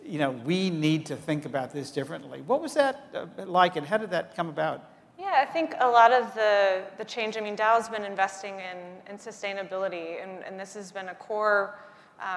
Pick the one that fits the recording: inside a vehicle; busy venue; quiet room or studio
busy venue